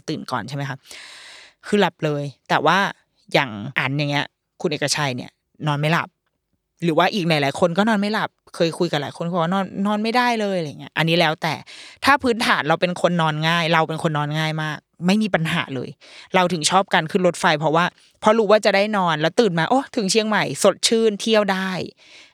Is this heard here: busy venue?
no